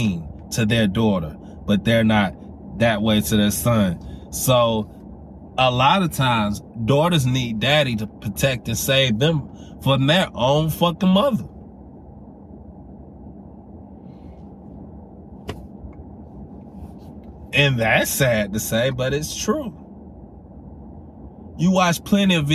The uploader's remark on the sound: Driving while Thinking. While I was driving home.